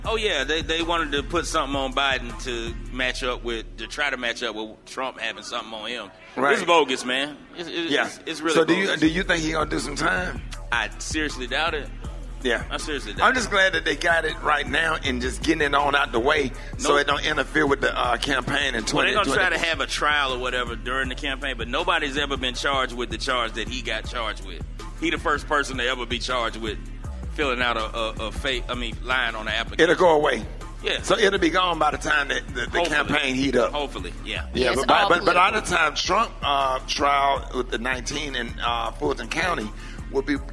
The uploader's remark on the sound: Live at John A. Merritt Classic in Nashville. Live at Tennessee State University, a HBCU, in Nashville, TN. While broadcasting live at TSU.